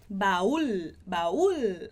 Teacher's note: fazer esse L mais forte, os que estão no final, para não confundir com o português e falar só baú, igual a gente fala em português, tá bom?